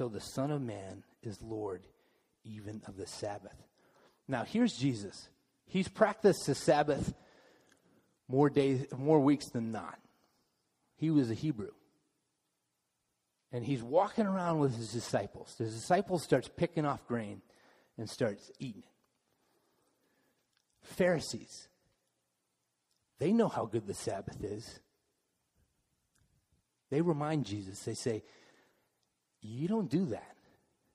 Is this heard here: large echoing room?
yes